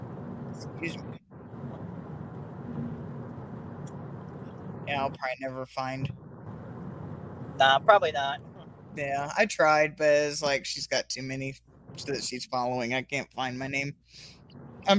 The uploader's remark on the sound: Was in a car on the highway (not driving) during a storm coming home from a con. Audio is kinda bad I tried to catch all times he wasn't talking.